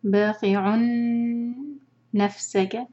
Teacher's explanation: تنوین کے بعد نون مشدد ادغام ہے غنہ کے ساتھ نون کو ہولڈ کریں گے دو حرکے